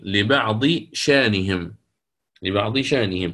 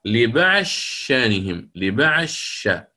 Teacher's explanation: كذلك تدغم الضاد في الشين للإمام السوسي · Shown in: second take